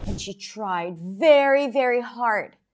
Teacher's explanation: Hard is more stressed than the very and the very, right? Very, very hard, but all of it is stress.